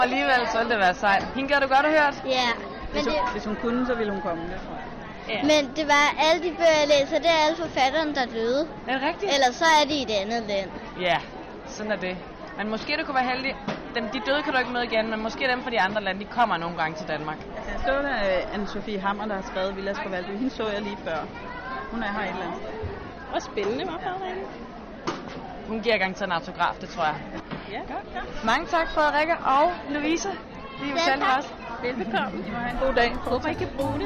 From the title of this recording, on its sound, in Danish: Live fra Bogforum